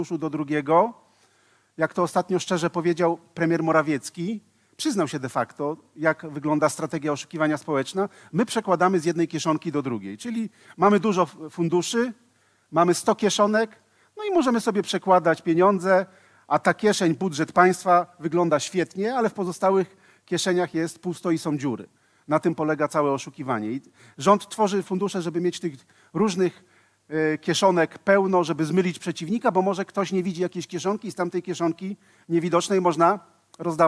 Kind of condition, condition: setting, live audience